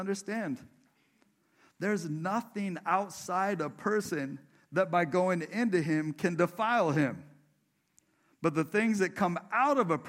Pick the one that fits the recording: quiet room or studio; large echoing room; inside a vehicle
large echoing room